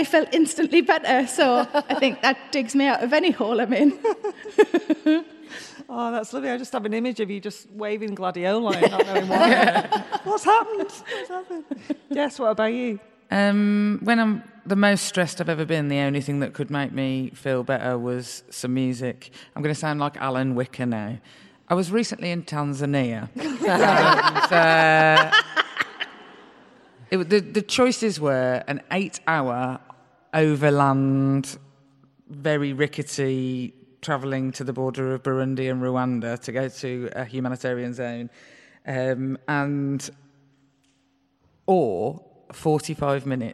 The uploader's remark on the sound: Recorded live in March as part of the first Birmingham Podfest.